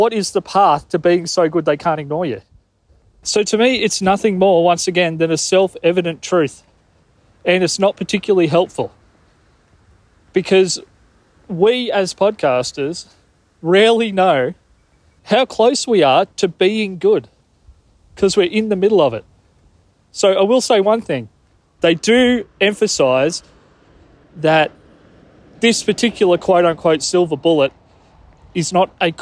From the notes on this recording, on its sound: (Walk-isode). Out for a walk when he heard something that made him want to record this extemporaneous Walk-isode.